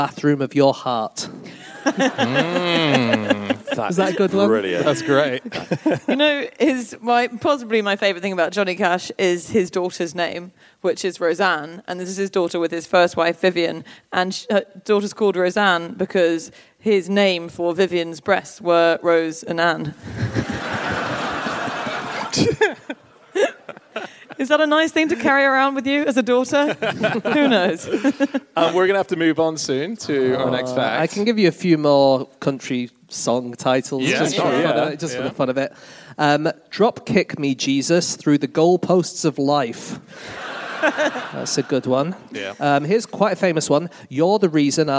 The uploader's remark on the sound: Live from Antwerp